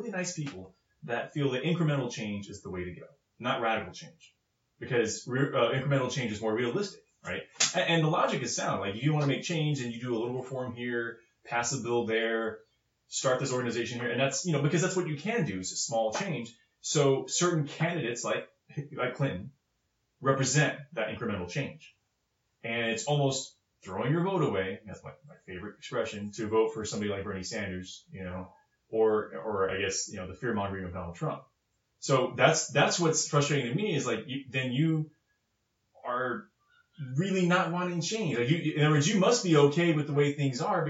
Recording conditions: poor sound quality